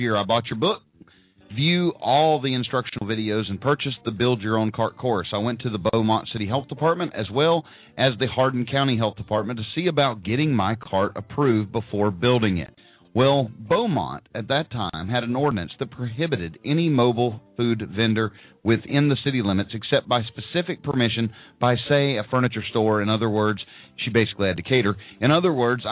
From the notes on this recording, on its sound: Live Vendor Call in Radio Show!